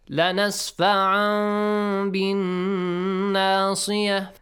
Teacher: you're hiding the noon sound and producing a half meme sound · Term: Ikhfa